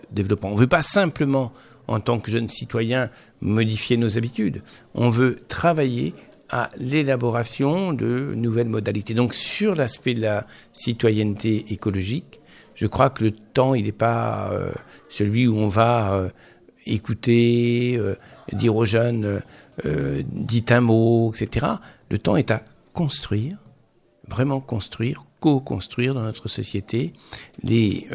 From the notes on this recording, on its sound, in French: Emission réalisée en direct samedi 30 mars 2019 depuis le Campus des métiers de Joué-les-Tours.